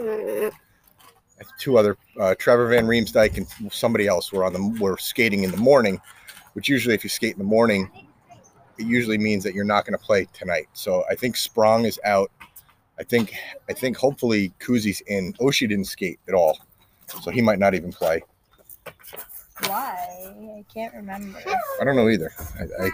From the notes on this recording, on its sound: recording al fresco